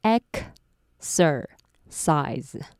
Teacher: time 对 time 是没有特殊变化的念快一点就会变成 that amount of time 了解了吗如果还有一点听不懂的话我们再一起来练习下面两个例子第二个是 moderate exercise a week 之前发现大家可能对 x 这个子音的字会有点困扰我先稍微讲一下，其实这么复杂的单字发音原理和我们这次的重点连音是有关的，都要先拆解再合并。拆完之后会变成 exercise，注意最后一个 se 要念成 z，那合并完之后就会变成 exercise。回到连音字组的部分，一样，我们先念分开的版本。Moderate exercise a week.接下来我们把字尾的子音和字首的母音接起来，就会变成 moderate exercise a week.一样，只有最后的 week 是不用变。快一点的话，就会念成 moderate exercise